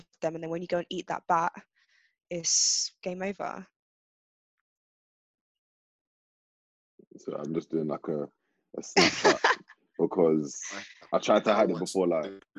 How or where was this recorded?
video call